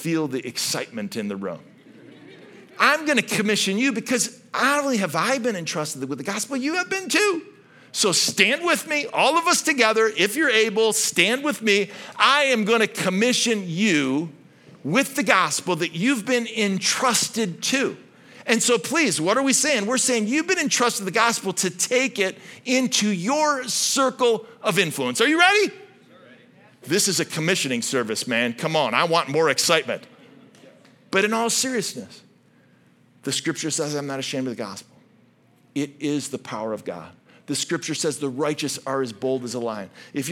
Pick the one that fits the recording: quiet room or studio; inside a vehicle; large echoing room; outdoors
large echoing room